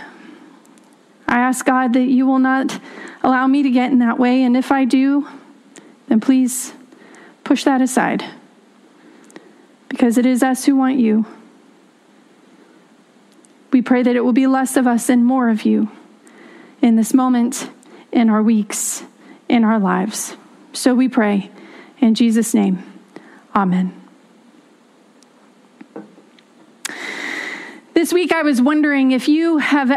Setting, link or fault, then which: setting, large echoing room